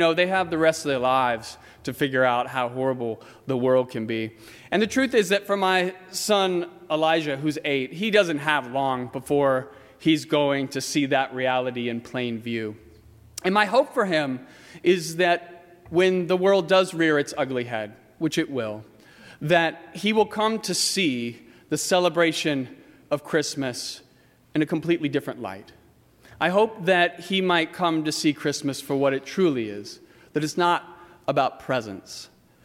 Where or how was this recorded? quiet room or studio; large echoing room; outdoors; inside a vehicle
large echoing room